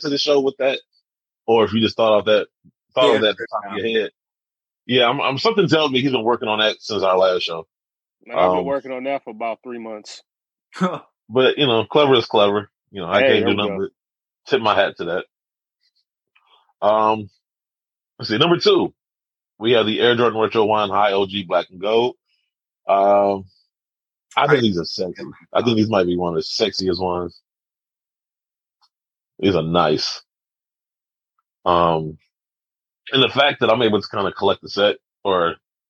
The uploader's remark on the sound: We're recording the show via Zoom.